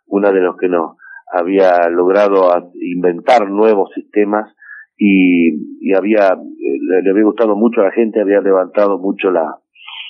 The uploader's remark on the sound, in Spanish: entrevista telefónica